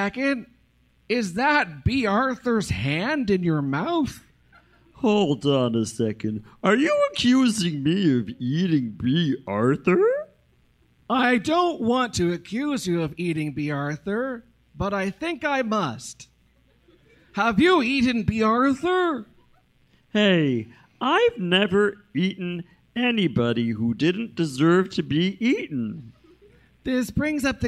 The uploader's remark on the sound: Especially when it is in front of a live audience at Canada’s FanExpo at the Metro Toronto Convention Centre?